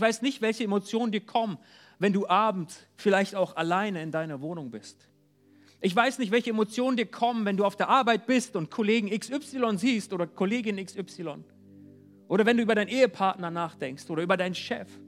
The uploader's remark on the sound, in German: Die zur Verfügung stehenden Predigten wurden im Gottesdienst der Ecclesia Kirche Göttingen gehalten